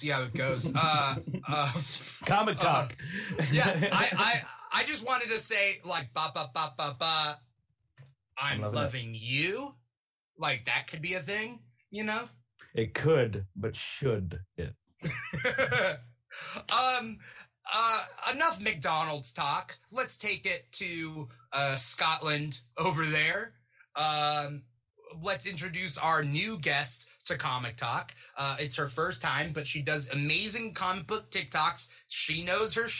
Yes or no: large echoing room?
no